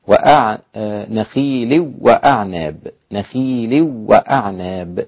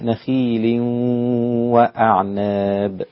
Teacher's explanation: ونخيل وأعناب، نخيل وأعناب دون غنة، إدغام بدون غنة، لكن الباقون ومنهم حفص مع الغنة، إدغام مع الغنة · Shown in: second take